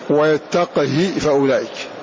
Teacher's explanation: وقل بسكون القاف والقصر حفصهم، أي في لفظ يتقه. وقل بسكون القاف والقصر، أي قصر الهاء من غير مد